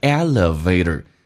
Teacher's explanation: 这个 e 可以弱化成 a，这没有问题